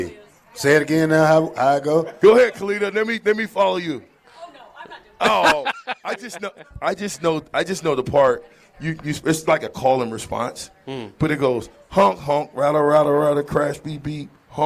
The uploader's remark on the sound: LIVE FROM CEDARS